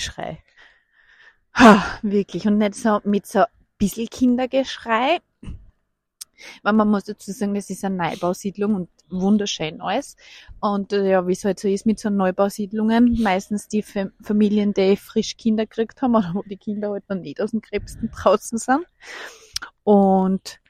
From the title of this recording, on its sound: Late Night Walk & Talk